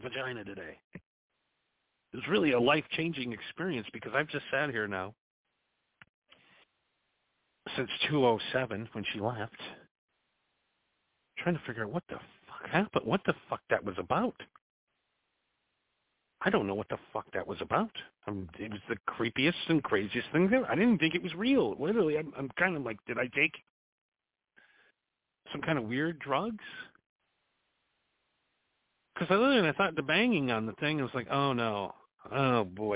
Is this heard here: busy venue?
no